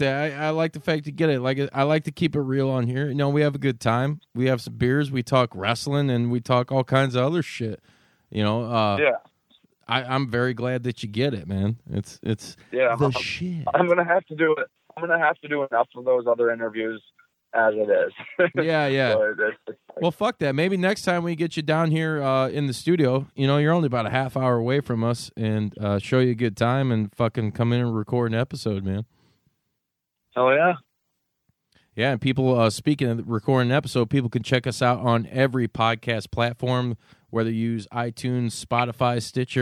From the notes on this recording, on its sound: via phone